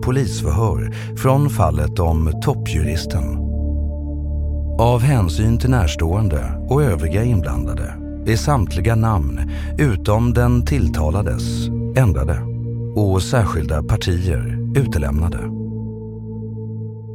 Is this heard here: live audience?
no